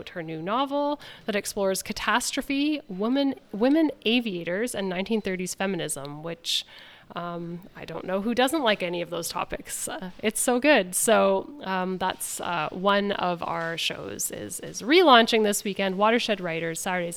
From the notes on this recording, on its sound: We broadcast live on location from the Odean Gallery at the Princess Twin in Uptown Waterloo.